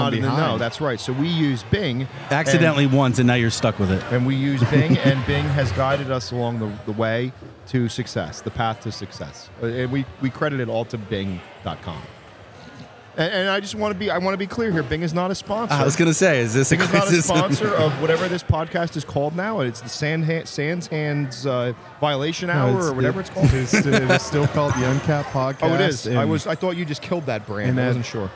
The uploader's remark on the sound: This episode was recorded live